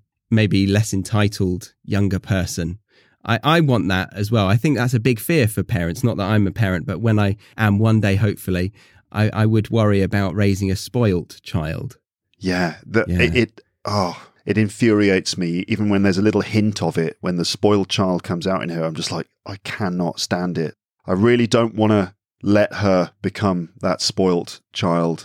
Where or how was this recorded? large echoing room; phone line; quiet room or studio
quiet room or studio